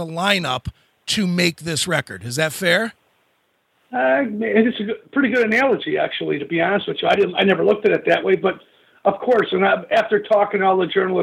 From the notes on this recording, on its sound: called